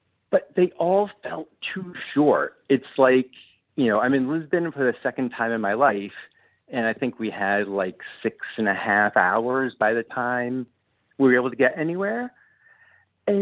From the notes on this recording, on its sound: This is the Live Call-in Show from this past Sunday night.